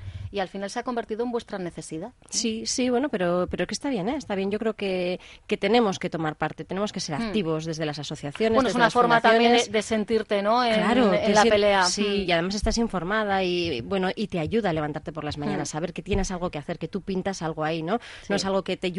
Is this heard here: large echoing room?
no